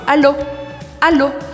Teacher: E em francês, eu uso apenas a ponta da língua, fazendo ela encostar no céu da boca.